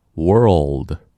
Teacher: l 在单词音节末尾的时候发 world,顶上去就可以了，这个音不要再往下走了